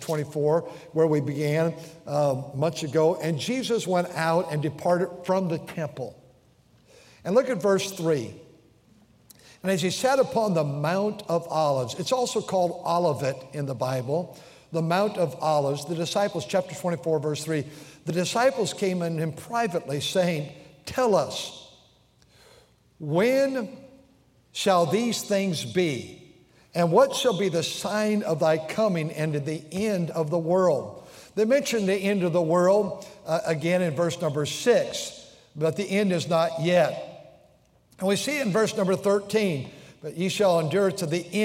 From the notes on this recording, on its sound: During the Wednesday Evening service on October 25, 2023, at North Valley Baptist Church in Santa Clara, California.